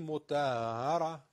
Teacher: تا های مشدد، این نفسه که صدای نفس باید بیاد